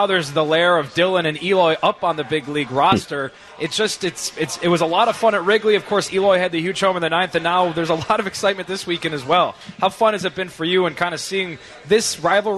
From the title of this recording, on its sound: LIVE From Cork & Kerry